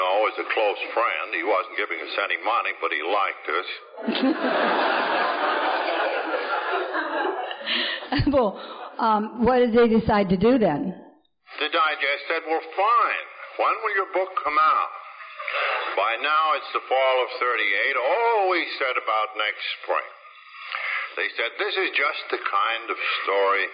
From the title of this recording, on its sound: is speaking at the Second Liberty Bell Roundup